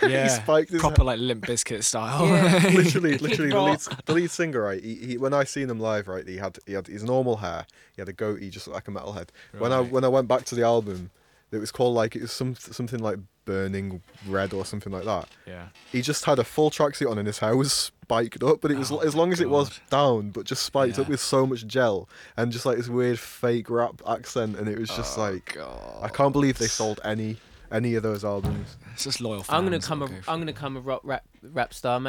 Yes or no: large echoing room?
no